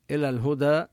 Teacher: نظهر اللام لأن الهاء بعدها من الحروف القمرية